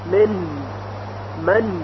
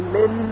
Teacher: وقتی میگوییم نون اظهار میشه، یعنی طرف اللسان که میدانید سر زبان هست به لثه دندانهای ثنایای بالا برخورد میکنه و حرف نون تلفظ میشه من من، یعنی غنه زیادی در تلفظ نون شنیده نمیشه بدون غنه اضافی · Shown in: first take · یعنی اگر بگویی من غلط هست، اشتباهه.